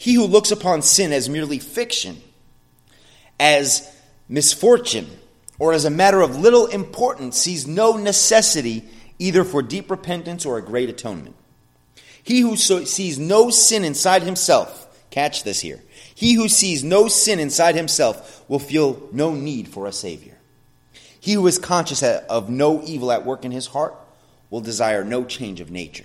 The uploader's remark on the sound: sermon at The Blue Point Bible Church